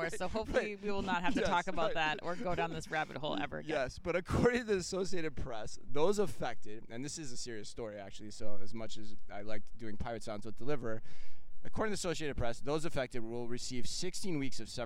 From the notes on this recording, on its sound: live from Shoptalk Europe in Barcelona